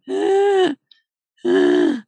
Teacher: you'll get that stridor, which is like that ah, <gasps> ah, sound that you get when people are breathing in.